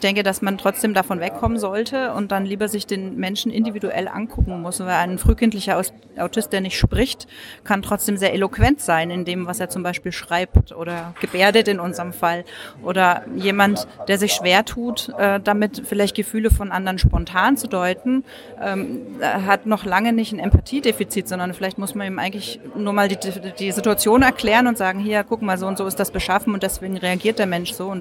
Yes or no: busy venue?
yes